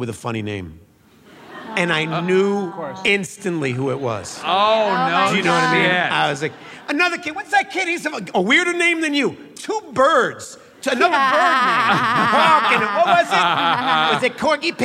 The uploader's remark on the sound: Armchair Expert Live from Brooklyn at the Brooklyn Academy of Music.